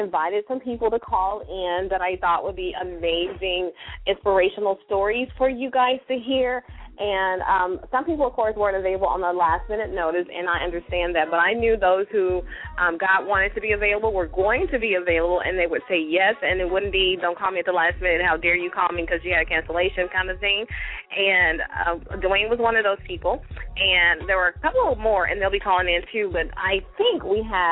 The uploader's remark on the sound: Today we are opening the phone lines for our listeners to be our guest and decide our topics!!! LML uses a progressive live call in format.